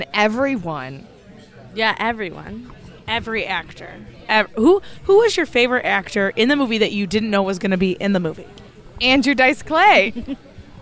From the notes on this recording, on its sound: Live at Applebees.